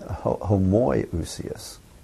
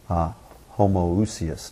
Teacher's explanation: So not an oi, but an ooh.